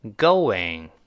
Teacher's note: 我们连读的时候呢，要人为地在中间加一个像 W 一样的一个辅音，就加一个我，我，这个声音，双唇碰撞的我